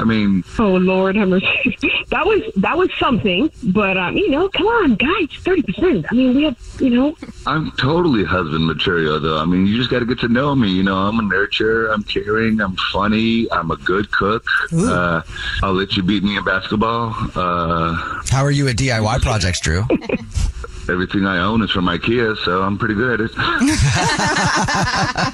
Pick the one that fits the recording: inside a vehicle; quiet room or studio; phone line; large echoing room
phone line